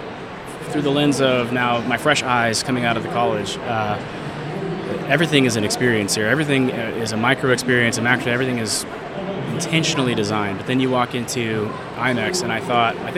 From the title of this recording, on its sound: Live from #IMEXAmerica